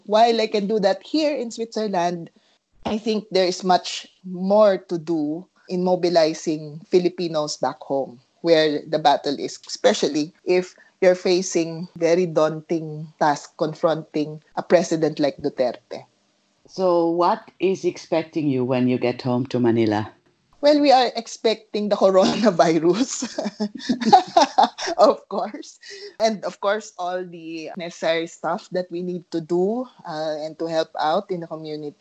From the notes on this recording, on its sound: A skype Interview.